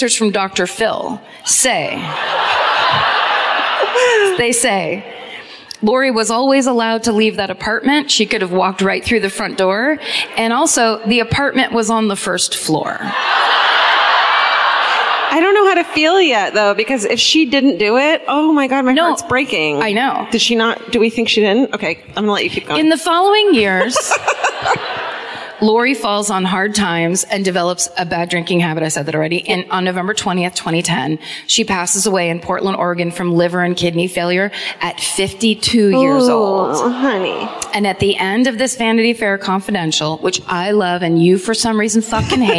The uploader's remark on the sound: Live at the Riverside Theater in Milwaukee